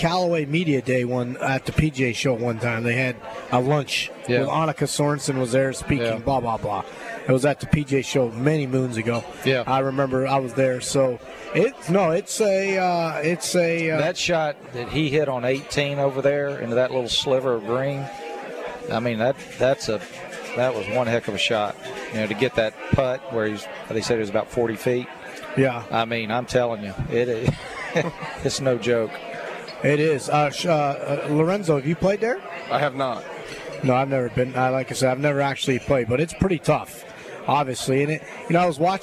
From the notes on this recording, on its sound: LIVE From Felix's Fish Camp!